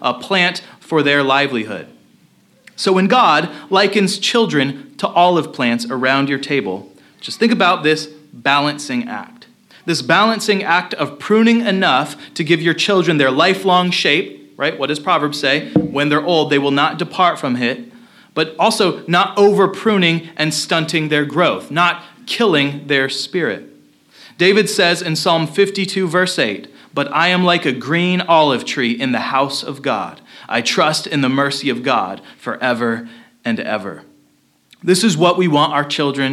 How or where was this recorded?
large echoing room